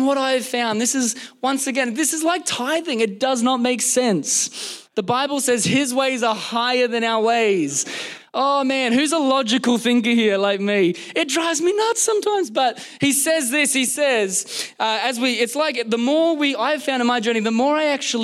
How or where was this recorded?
large echoing room